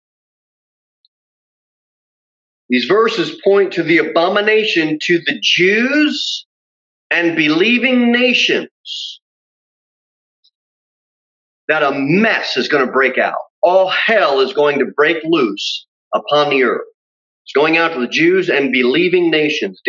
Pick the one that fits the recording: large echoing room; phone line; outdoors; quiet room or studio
large echoing room